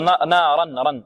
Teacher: الراء مفخمة. لماذا؟ لأن مفتوحة الراء